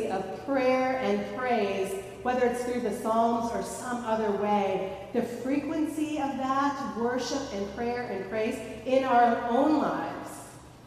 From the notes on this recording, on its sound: Recorded at Fairmount Presbyterian Church in Cleveland Heights, Ohio.